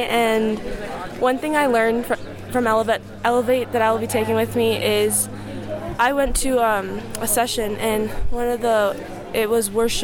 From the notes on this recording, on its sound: Live from Elevate.